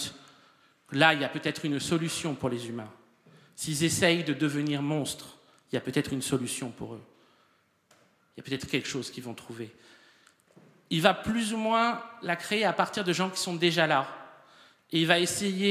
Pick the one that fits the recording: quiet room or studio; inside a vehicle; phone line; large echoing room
large echoing room